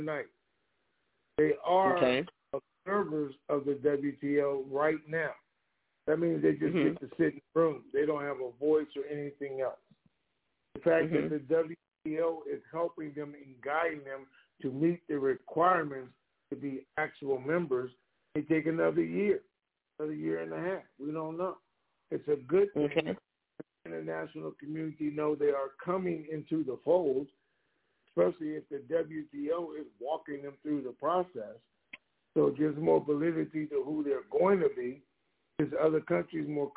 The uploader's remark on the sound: TNTSuperfantastic Conference Call